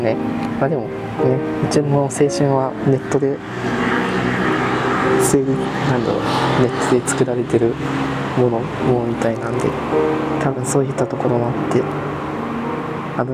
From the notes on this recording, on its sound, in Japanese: 外収録したかったし移動にスマートに収録したい。移動しながらスマートに外で収録して見たかったです。出来ませんでした。